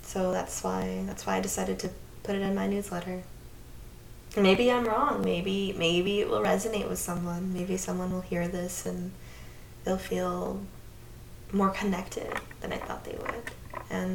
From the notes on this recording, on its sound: Today’s episode was recorded on the microphone of my earphones. So, I apologize for a lower quality this month. I apologize yet again for the technical difficulties and any background sounds, I was using my loud mouse while I was recording. And, it was with my headphones so it didn’t really block the sound.